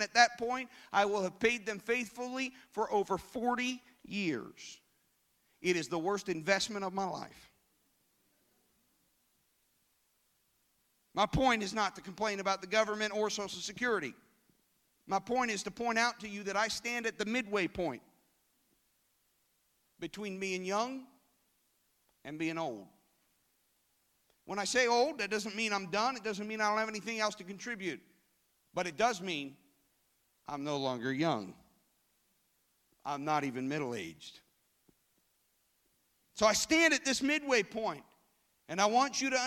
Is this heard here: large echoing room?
yes